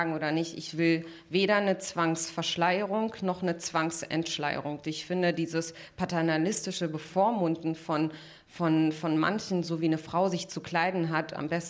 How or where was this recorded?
live audience